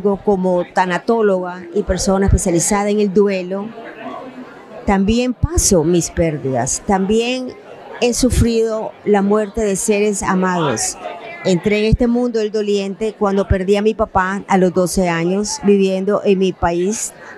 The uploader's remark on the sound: At the 44th annual conference for the Association for Death Education and Counseling (ADEC)